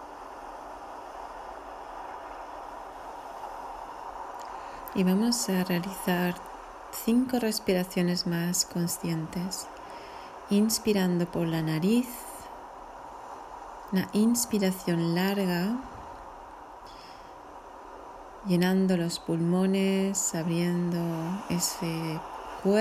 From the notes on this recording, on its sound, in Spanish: con sonido de olas de fondo